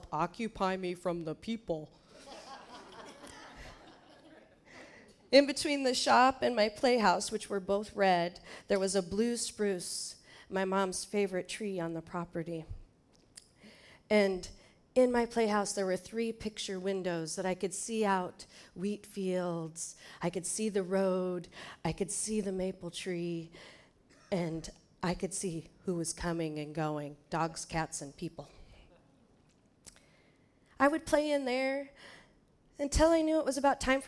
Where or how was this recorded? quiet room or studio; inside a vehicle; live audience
live audience